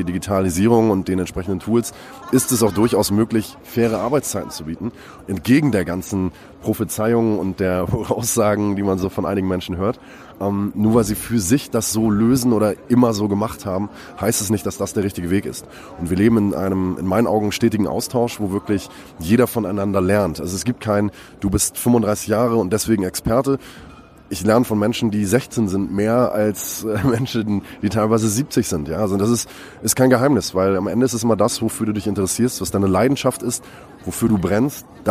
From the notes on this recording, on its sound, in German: LIVE Best of Events Messe. LIVE von der BEST OF EVENTS Messe in Dortmund. IPhone X.